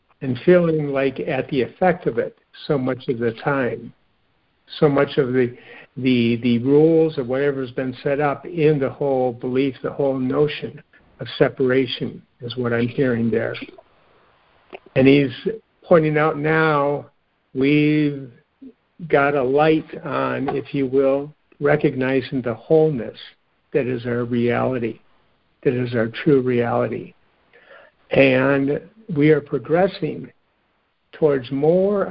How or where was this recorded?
phone line